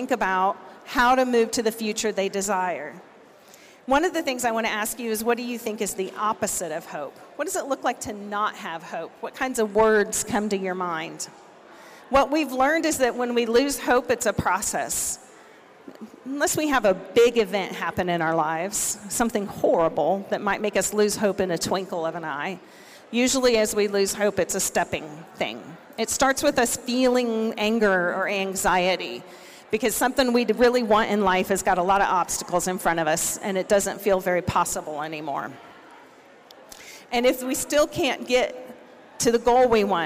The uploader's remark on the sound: Recordings from the 2022 Siksika Health Fair